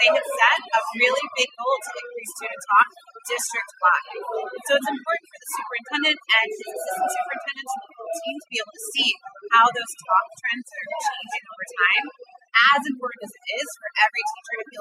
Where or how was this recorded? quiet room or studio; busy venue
busy venue